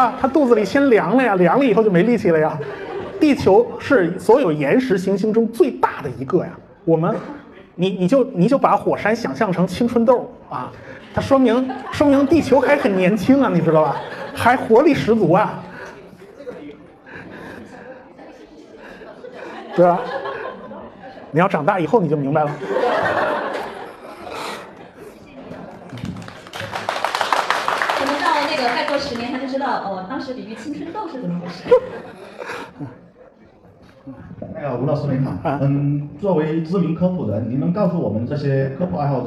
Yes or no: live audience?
yes